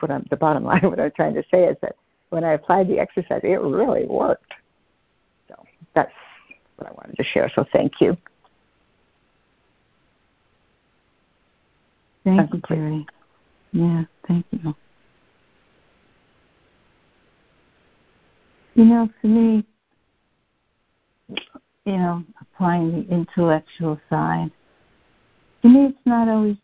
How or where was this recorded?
phone line